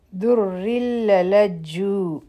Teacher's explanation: په دې کې به د نون آواز ختم شي، دا ادغام تام دی، بغیر غنه والا ادغام دی. دا بشی دررللجو.